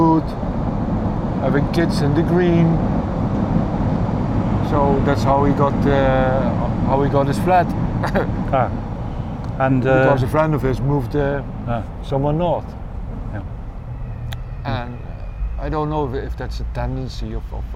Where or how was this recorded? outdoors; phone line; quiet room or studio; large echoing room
outdoors